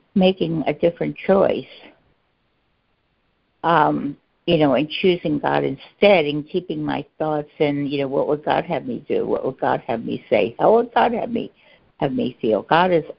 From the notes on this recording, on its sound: ACIM Daily Conference Call